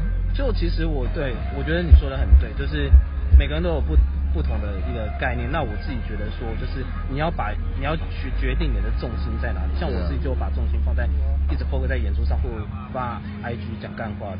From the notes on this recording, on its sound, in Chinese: 野外錄出。在意音質者請注意！！！！錄音來自2020年漂遊者音樂祭現場收音。